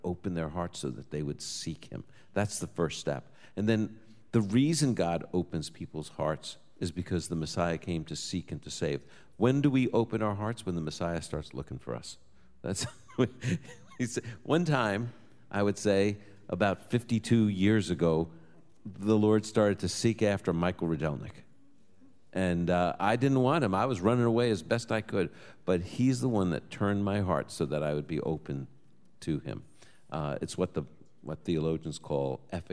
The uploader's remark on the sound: Live from Boca Raton, FL. He'll take questions from a live audience.